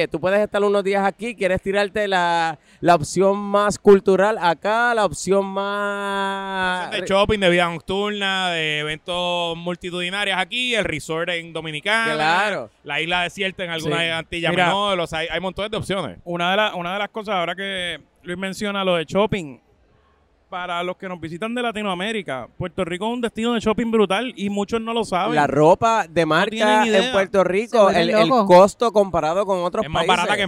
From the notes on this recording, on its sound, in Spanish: en vivo desde el Centro de Convenciones de Puerto Rico tras el exitosísimo Mochileando Travel Class 2023